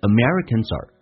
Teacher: R 可以弱化成儿化音 er，然后呢前面的连音变成 D 加 Z